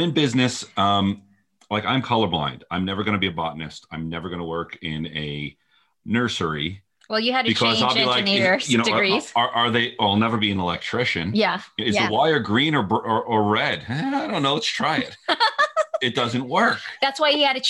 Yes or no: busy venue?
no